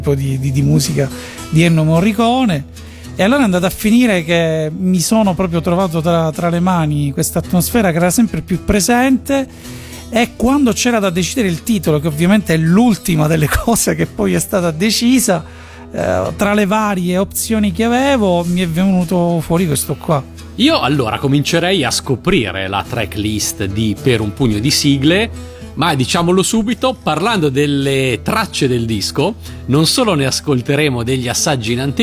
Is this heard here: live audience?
no